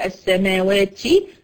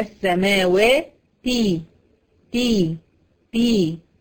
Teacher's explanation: لو ما جبتش الطرف جبت الحته الجزء اللي بعد الطرف اللي هو بين الطرف اللسان وبين وسط اللسان، هتطلع الت الغير فصيحه دي · Shown in: first take